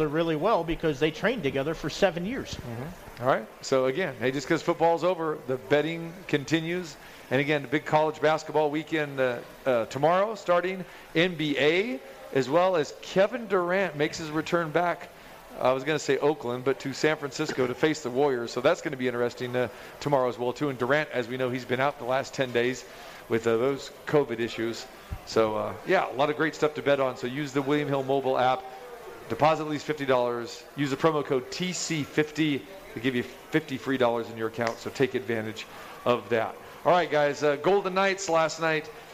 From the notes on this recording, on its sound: Live From The Cosmopolitan